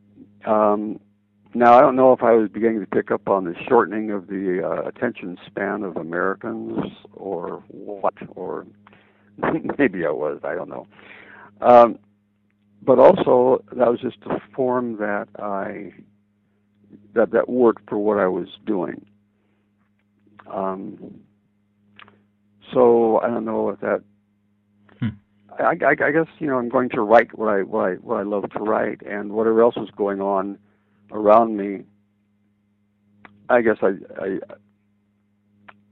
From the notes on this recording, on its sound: the second part of their phone conversation